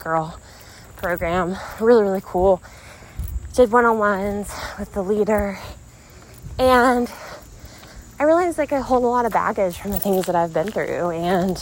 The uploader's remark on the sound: walking with you around her neighborhood so you hear her breathing heavily